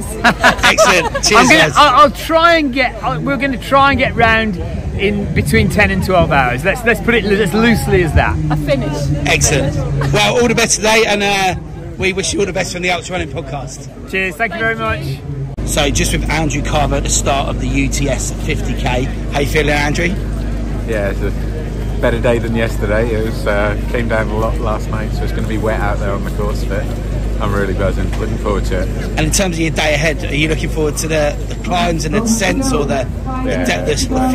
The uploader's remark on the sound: On Location At Ultra Trail Snowdonia (UTS) By UTMB. Is on location at the UTS By UTMB World Series Race.